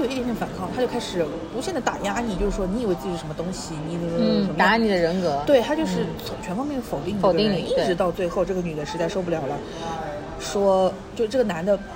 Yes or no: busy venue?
yes